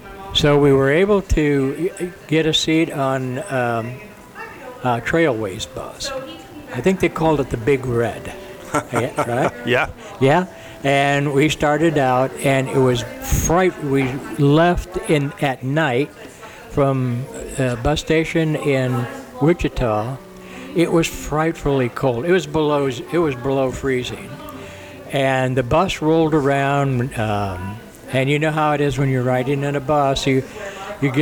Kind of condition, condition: setting, busy venue